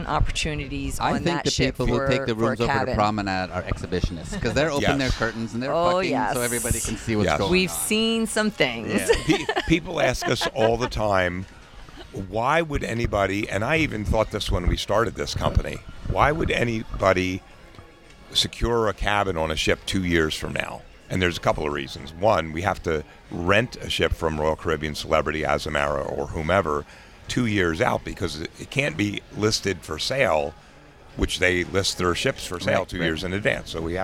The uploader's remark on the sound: Join us on location, on board the Bliss Cruise.